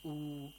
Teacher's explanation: if we have a dhamma before a waw and waw is sakin, so here we have u dhamma plus waw. Waw is sakin. In this case, we produce a longer sound. · Term: Wawi Maddi